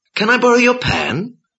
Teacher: When a question can be answered yes or no, our voice rises at the end of the question. · Term: Asking yes, no questions